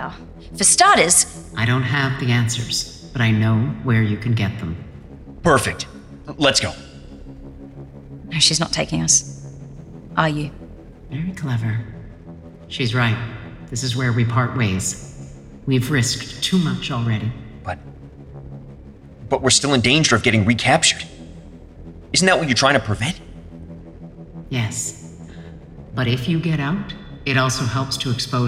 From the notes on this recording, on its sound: Audience at Denver Fan Expo 2022